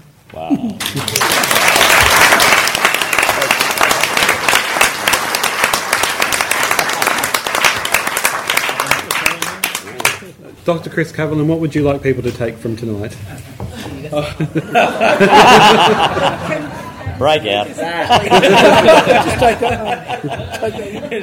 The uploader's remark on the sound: The Red Rock Regional Theatre and Gallery hosted a 'Q&amp;A' forum. The Red Rock Regional Theatre and Gallery hosted a 'Q&A' forum.